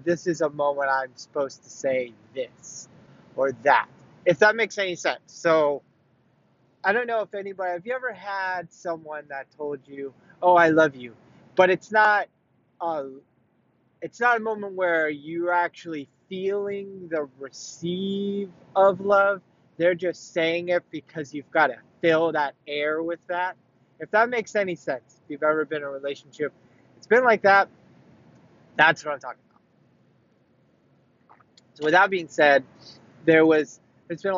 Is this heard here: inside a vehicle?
yes